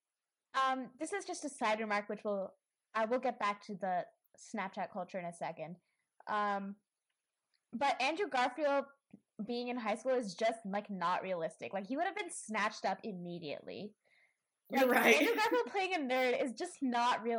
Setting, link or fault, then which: fault, poor sound quality